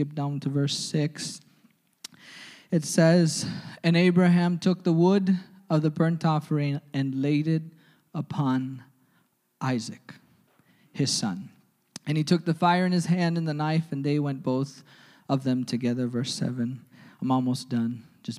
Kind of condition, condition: setting, large echoing room